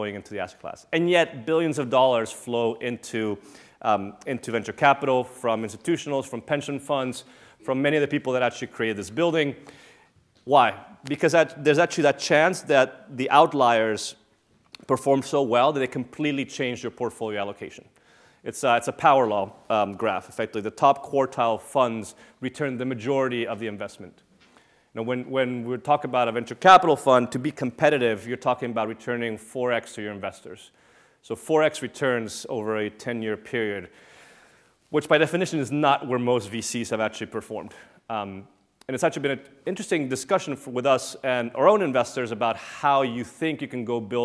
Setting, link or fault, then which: setting, large echoing room